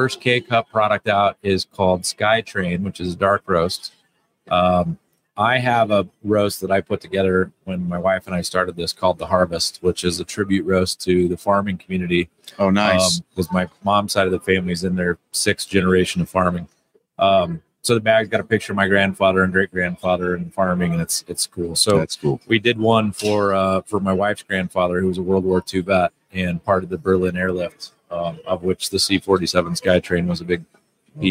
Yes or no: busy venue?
yes